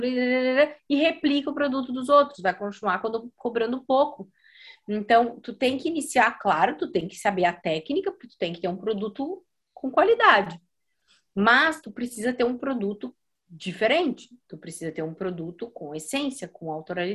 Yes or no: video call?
yes